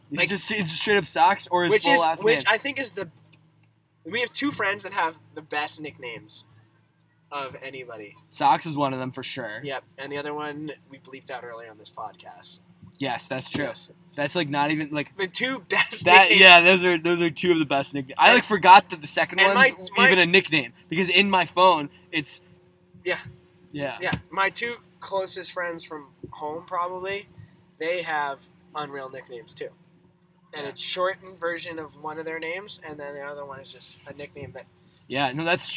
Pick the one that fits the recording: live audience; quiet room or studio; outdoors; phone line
outdoors